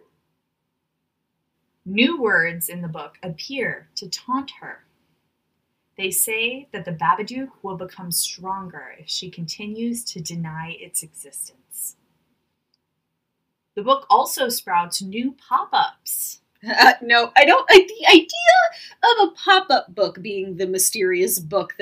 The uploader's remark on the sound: The ghosts got to us again (for real) this week, so the audio is subpar.